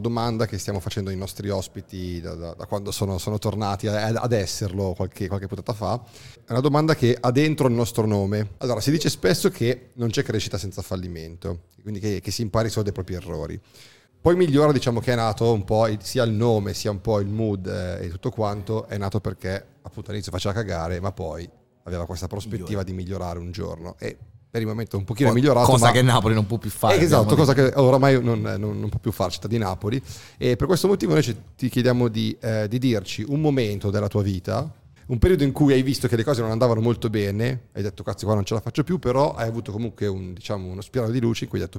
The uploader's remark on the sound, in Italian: si sono seduti con noi al tavolone di Bar5